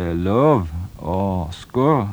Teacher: en slags mellomlyd mellom Ø og Å. Det typisk for Vesttelemark. · Term: spesielle vokalen